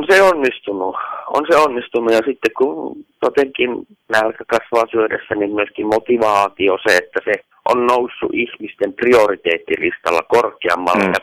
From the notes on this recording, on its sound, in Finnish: puhelinhaastattelun